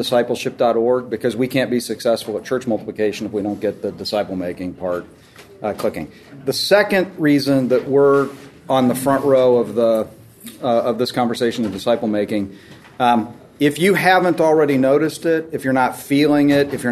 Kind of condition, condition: setting, busy venue